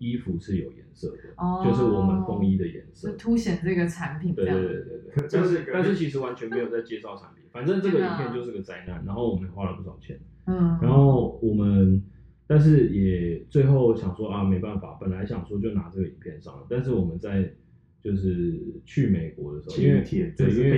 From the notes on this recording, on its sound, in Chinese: 本集因為設備問題音質較不清楚